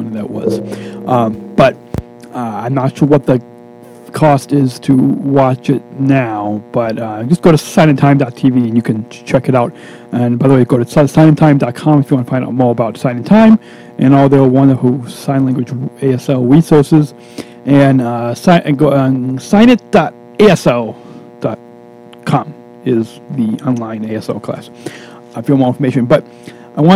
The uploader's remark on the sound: Live In Concert From Tennessee. Is podcasting live from Tennessee at the Signing Time Concert.